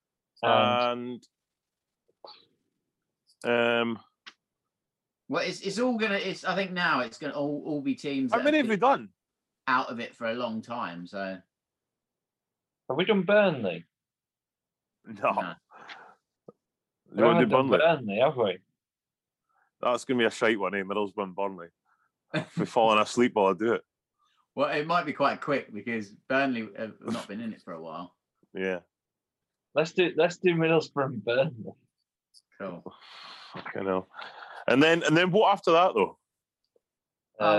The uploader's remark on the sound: The Football Humans are back on Zoom.